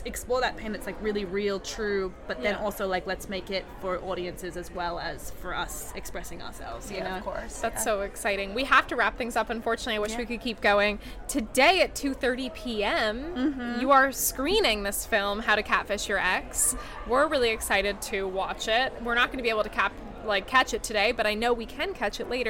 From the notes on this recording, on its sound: We are live, on-location at the TCL Chinese Theatre for the 19th annual Oscar Qualifying HollyShorts Film Festival. HollyShorts LIVE. We are live, on-location at the TCL Chinese Theatre for the 19th annual Oscar Qualifying HollyShorts Film Festival , as the official podcast partner.